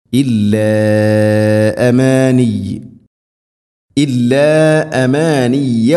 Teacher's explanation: മദ്ദിൻ്റെ അക്ഷരമായ അലിഫിന് ശേഷം ഹംസ അടുത്ത പദത്തിൽ നാലോ അഞ്ചോ ഹർക്കത്തിൻ്റെ ഖദറിൽ നീട്ടാവുന്ന മദ്ദാണത്.